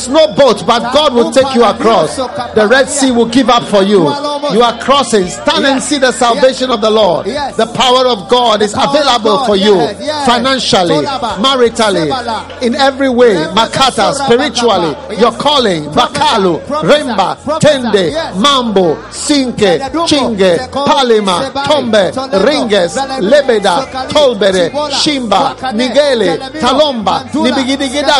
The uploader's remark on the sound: Preached at the FLOW Service, First Love Church.